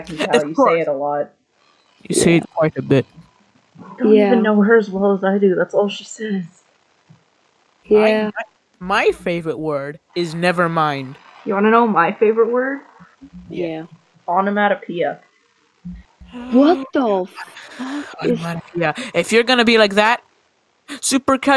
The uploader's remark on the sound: In this episode we "interview". On discord, the place were we find new guests!